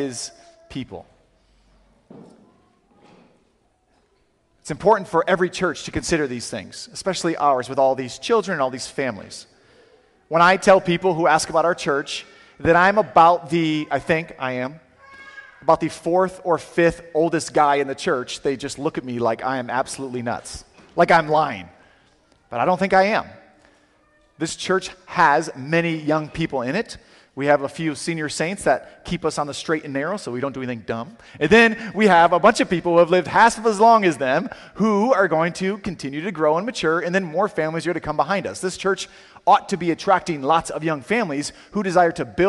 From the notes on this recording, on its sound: Sermon audio from CityGate Church